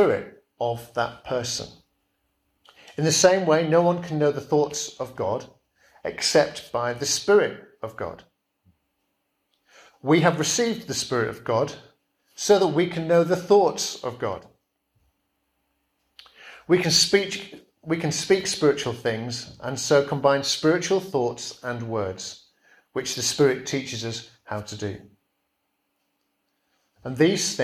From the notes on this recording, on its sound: Preached at Kirkby Stephen Evangelical Church.